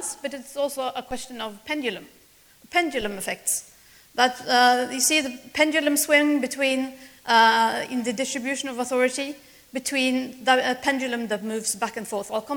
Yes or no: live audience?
yes